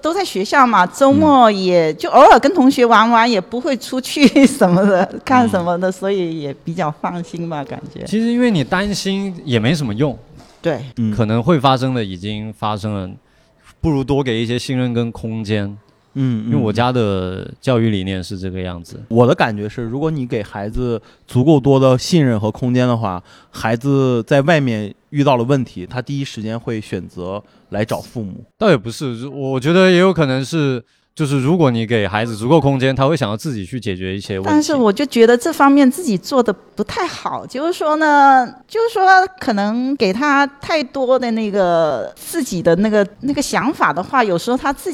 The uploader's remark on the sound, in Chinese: 本期节目是由福田区公共文化体育发展中心主办、福田区文化馆各主题馆承办的“妈妈的一天”--致敬母亲节系列活动现场录制的一期特别节目。在现场和50位妈妈聊聊天。